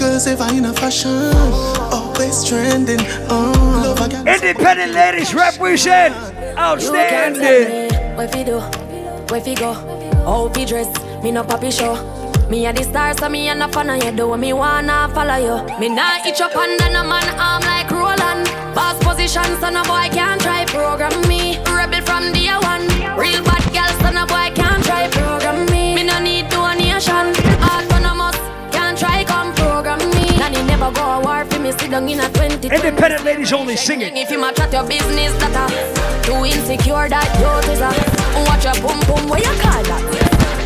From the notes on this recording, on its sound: Live audio recording of my set at island saturdays on oct 23rd